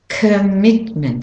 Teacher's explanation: The O is saying a schwa sound.